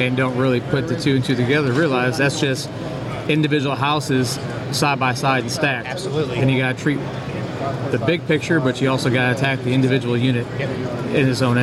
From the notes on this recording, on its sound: live at the SC Fire-Rescue conference